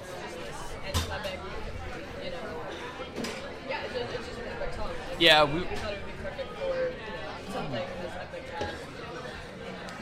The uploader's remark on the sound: Live from TRB XXII.